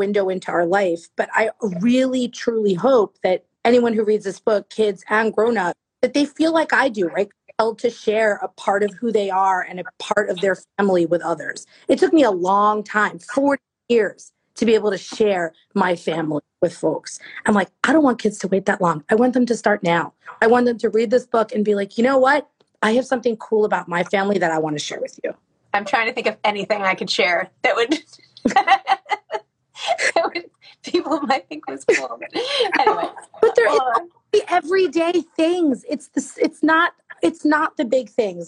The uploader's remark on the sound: over IG Live